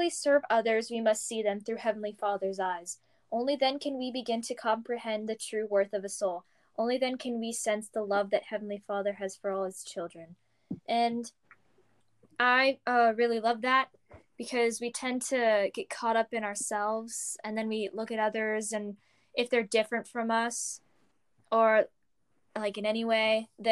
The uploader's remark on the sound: I got some of my friends together, via an audio call. Because it was an audio call the audio may appear glitchy at times or cut people off.